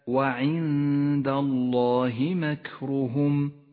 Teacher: وعند الله مكرهم تخفى النون بالدال مع بقاء غنة للنون بمقدار حركتين · Term: حكم الإخفاء